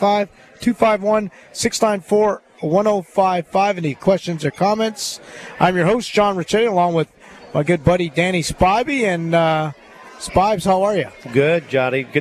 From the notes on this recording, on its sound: LIVE From Felix's Fish Camp!